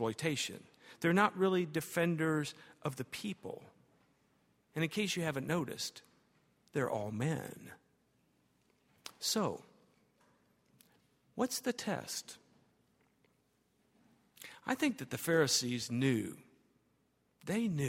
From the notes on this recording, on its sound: at Highland Baptist Church